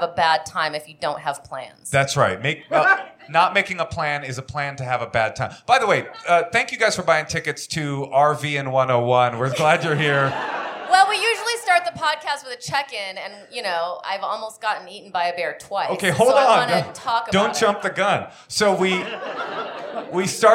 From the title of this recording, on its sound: Live From the High Plains Comedy Festival